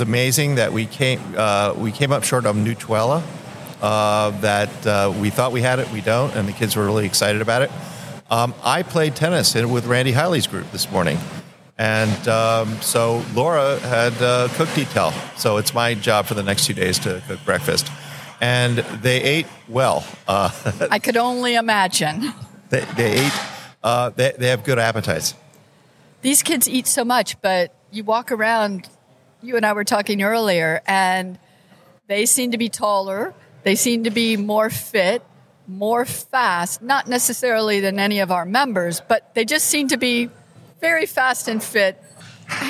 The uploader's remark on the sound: Live at the Collegiate Open.